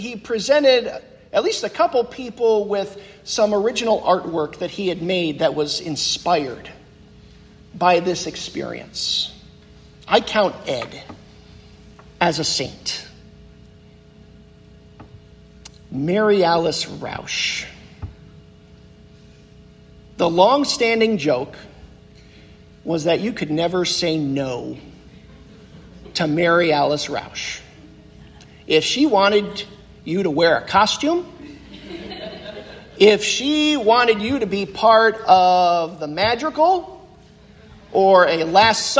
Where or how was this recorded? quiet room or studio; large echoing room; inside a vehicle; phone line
large echoing room